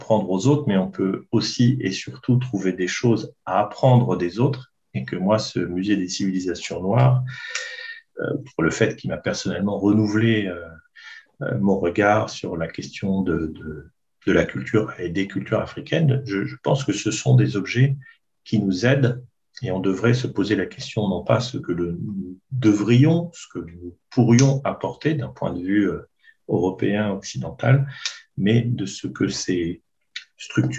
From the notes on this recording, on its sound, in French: Le séminaire, qui s'inscrit dans la scolarité des élèves en deuxième année de deuxième cycle de l’École du Louvre. Enregistré sur Zoom.